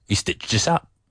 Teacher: you do not pronounce the H, el H, at the beginning of words · Term: Cockney